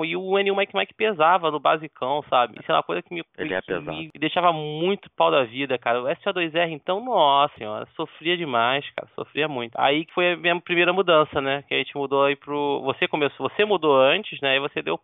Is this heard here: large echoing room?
no